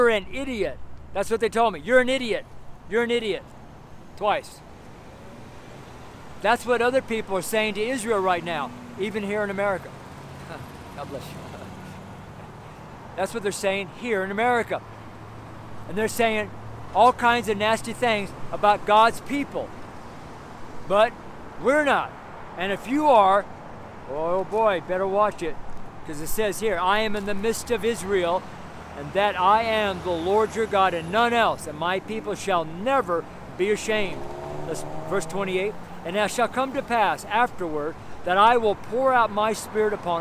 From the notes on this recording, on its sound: Preached on the street in Broomfield, Colorado.